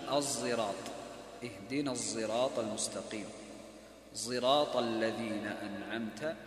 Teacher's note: فالإشمام هو أن تخلط لفظ الصاد بلفظ الزاي وتمزج أحد الحرفين بالآخر فيتولد منهما حرف ليس بصاد ولا بزاي، ولكن يكون صوت الصاد متغلبا على الزاي، وهذا يحتاج إلى تلق ومشافهة على أيدي المشايخ المتقنين لهذا العلم.